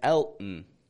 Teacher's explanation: the name alone has a glottal T in it, Elton